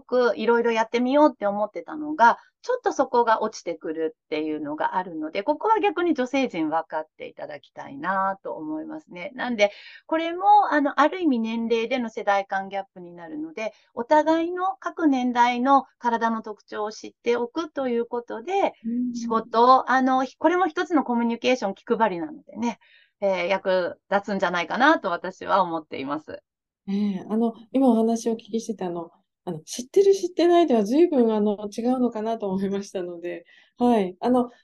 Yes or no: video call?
yes